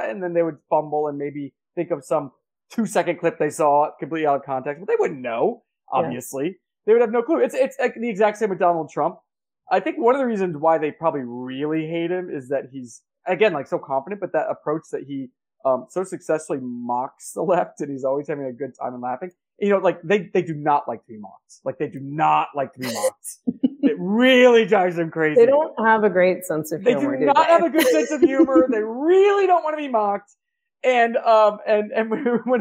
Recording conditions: poor microphone